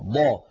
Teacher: وهي عادة نطقية، يعني بعض العرب كان إذا نطق الضاد ضغط على طرفه الأيسر يقول ضا، وبعضهم إذا نطقها يضغط على طرفه الأيمن